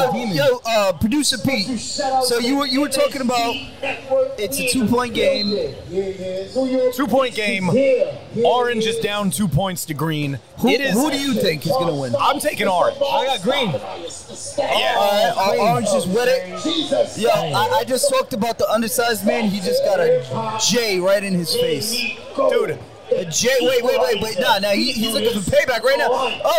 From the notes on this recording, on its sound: Live from Rucker Park on 8/3/23!